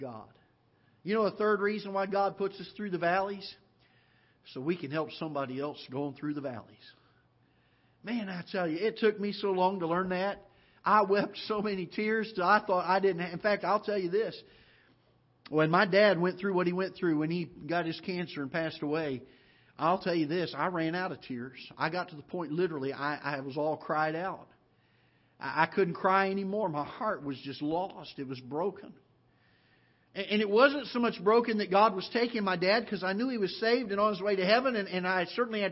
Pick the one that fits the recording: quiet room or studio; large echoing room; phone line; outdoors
large echoing room